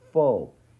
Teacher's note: The first video focused on the first syllable of focus, making sure that we round those lips, faux, like we're blowing a kiss, so that we're pulling our tongue back to the back of the mouth where it belongs with the O sound